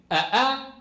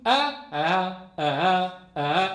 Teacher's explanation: فننطق صوتا بين الألف وبين الهمزة · Shown in: second take · Term: الهمزة المسهلة